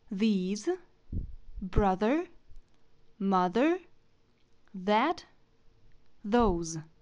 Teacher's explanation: Произносим как З, но язык между зубами.